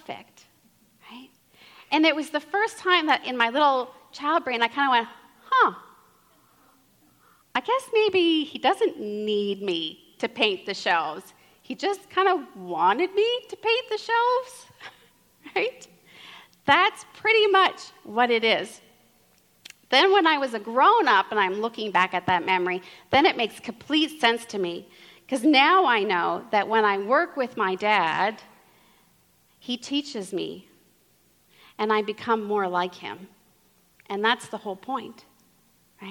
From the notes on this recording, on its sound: given at the 17th Magnificat International Leaders Conference in Pittsburgh, PA in October 2023